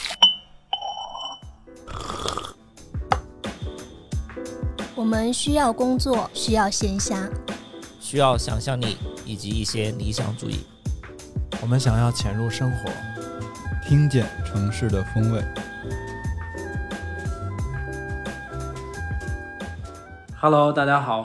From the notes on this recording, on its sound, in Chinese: 录制这期节目时，我们“原则性居家”了八天。因为是各自在家用手机录音，还伴随着窗外的环境音，所以音质听起来跟往期不一样。